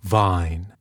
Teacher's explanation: The consonant V, as in the word vine, V, is a fricative sound. The mouth position is the same as for the unvoiced sound F.